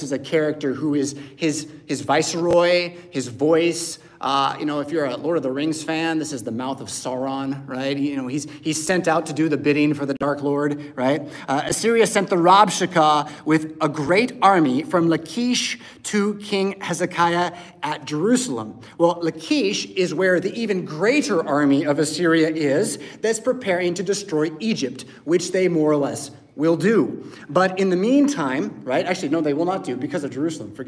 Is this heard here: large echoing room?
yes